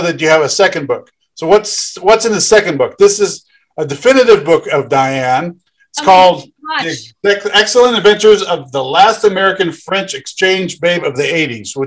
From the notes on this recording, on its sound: a very special Mad Bros Media Zoom Podcast